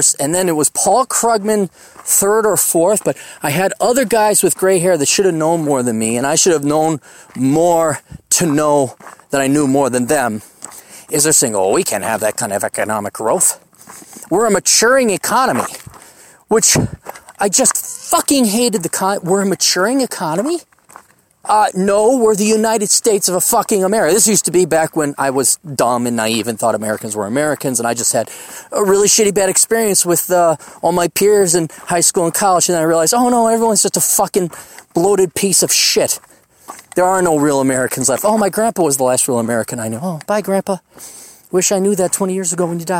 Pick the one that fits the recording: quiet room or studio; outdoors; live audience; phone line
outdoors